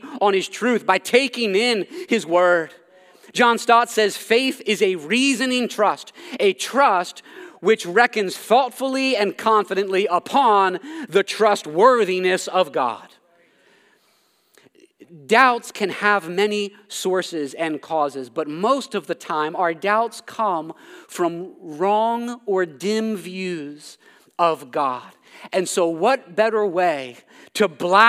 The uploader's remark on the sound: This sermon was preached at Covenant Fellowship Church